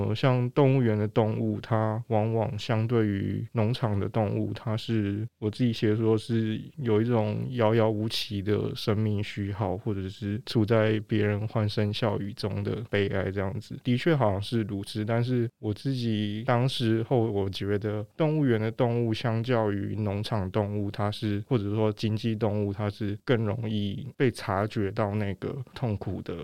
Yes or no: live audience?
no